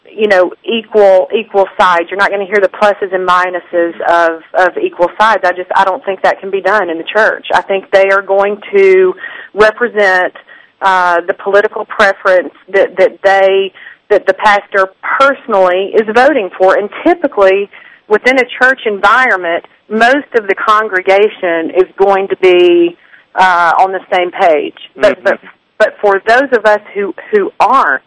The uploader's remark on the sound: Along with your phone calls.